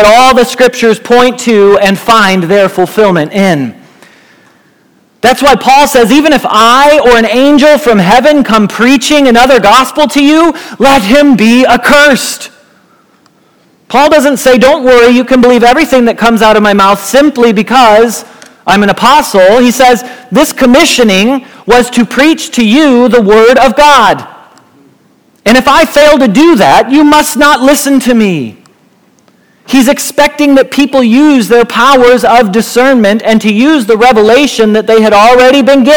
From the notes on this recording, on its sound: Message Preached at Valley Creek Church